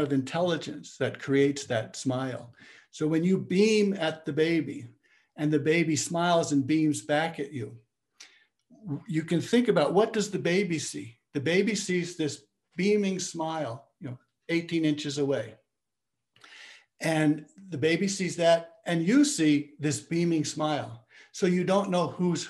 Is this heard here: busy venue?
no